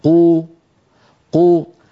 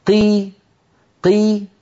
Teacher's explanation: قو كمية الهواء التي تملأ الفم أكثر من قي. قي أقل.